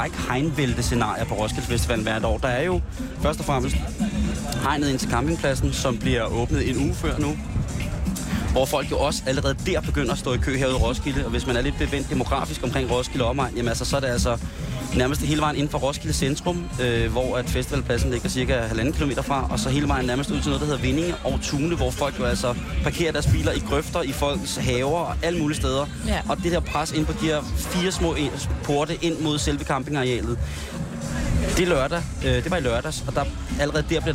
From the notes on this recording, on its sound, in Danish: I dag live fra Roskilde.